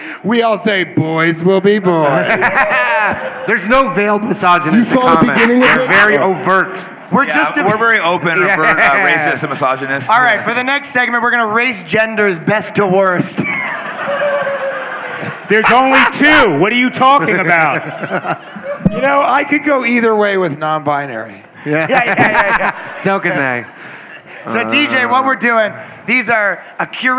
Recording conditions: live audience